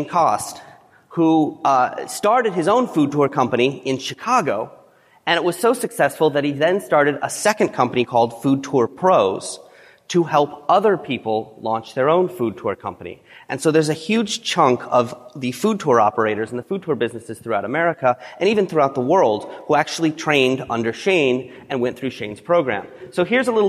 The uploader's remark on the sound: 2017 FNCE Presentation